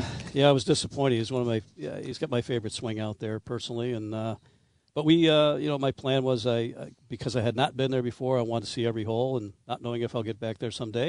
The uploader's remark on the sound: Tee 2 Green live from Pendleton Creek CC on Masters Week.